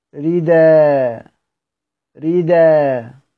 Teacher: ففي حالة الوقف ببدل هذا التنوين ألف